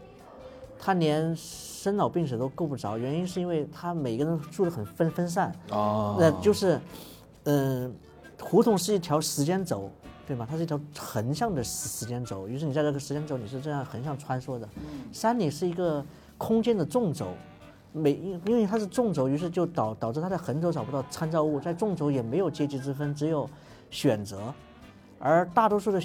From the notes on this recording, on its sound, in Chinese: 在阿那亚的海边录制了一期特别的节目。